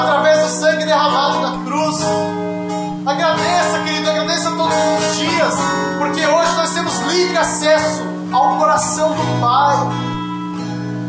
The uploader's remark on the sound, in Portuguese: Ministração na Igreja Brasa Viva Eldorado II